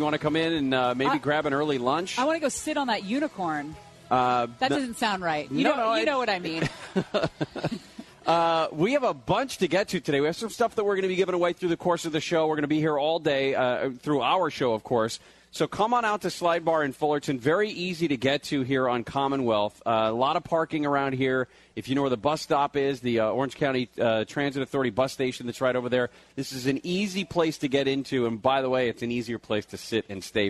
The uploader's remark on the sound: LIVE from The Slidebar in Fullerton for another News & Brews!